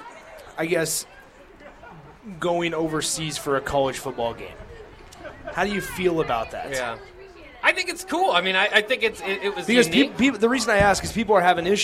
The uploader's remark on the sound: College Football Notes (LIVE FROM CEDARS).